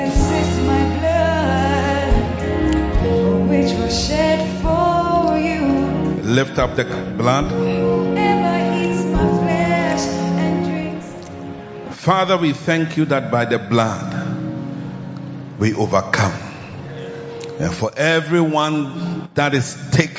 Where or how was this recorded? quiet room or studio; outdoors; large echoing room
large echoing room